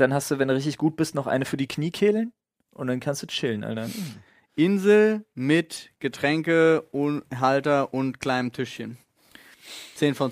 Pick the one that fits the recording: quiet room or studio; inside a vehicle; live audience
quiet room or studio